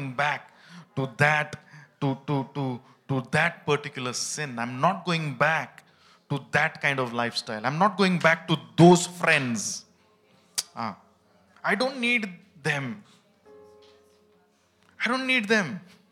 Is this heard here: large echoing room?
yes